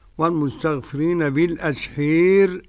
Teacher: قرأ ورش بالنقل والتقليل بالأسحار